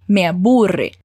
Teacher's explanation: Fala comigo com esse som de R bem vibrado.